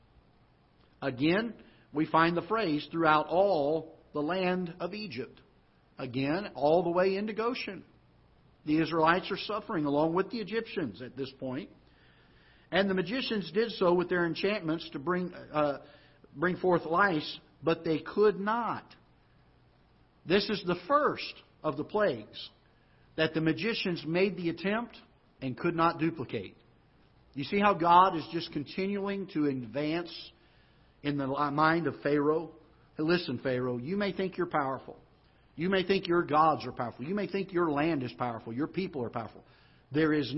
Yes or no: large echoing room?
yes